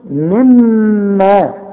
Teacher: فأخرجهما مما لازم تغنها حركتين